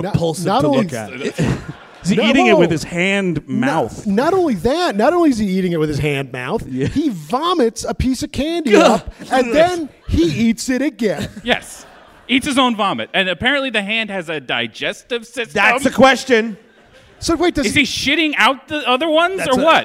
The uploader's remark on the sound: Recorded live at the Abrons Art Center on the Lower East Side of Manhattan— Part of the 2018 NYC Podfest.